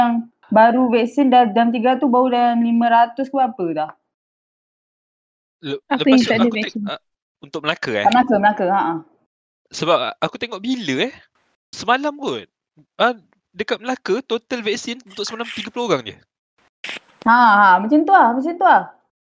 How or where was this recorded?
video call